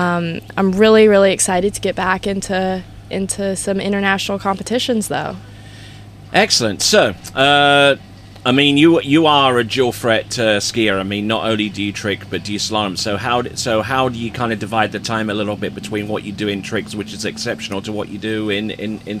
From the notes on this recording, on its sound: Recorded at the Isles of Lake Hancock.